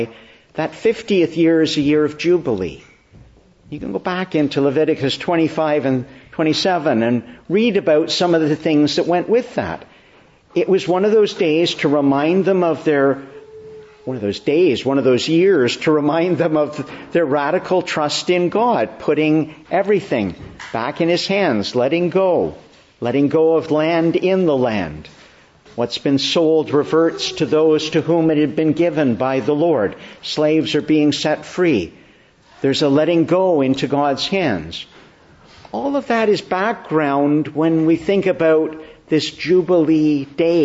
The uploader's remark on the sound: Morning Service. Preached in the Church of the Annunciation of the Blessed Virgin Mary, Ottawa on the feast of Pentecost/Whitsunday.